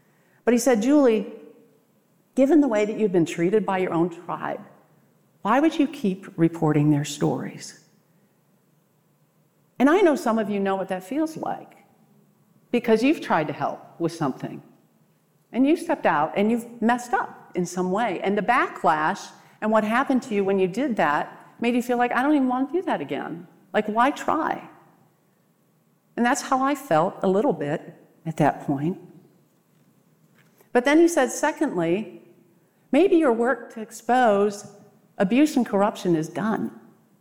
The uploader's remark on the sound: What you’re about to hear is a very personal talk I gave at the 2023 RESTORE conference.